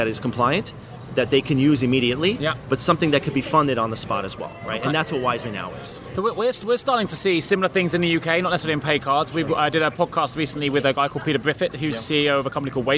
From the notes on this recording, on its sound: Live from APA Congress 2019. Recorded Live at American Payroll Association Congress 2019 in Long Beach, California.